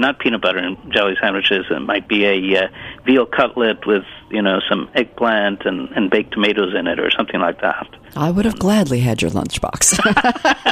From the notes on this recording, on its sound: is on the phone